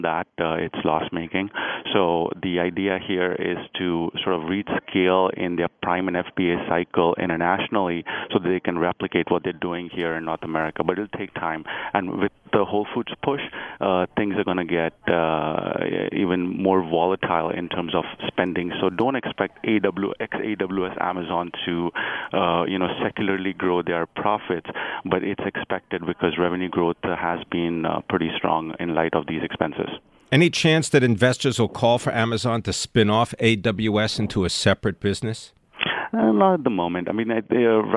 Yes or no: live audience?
no